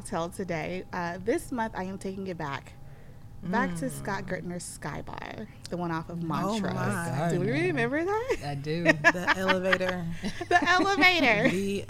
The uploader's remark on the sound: Low audio.